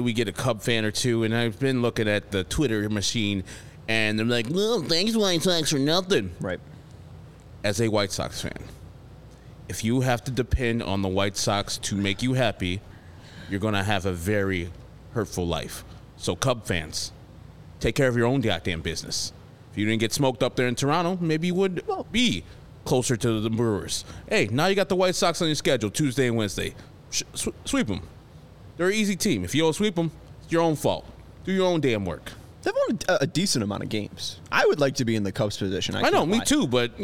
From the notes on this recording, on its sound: live from the ballpark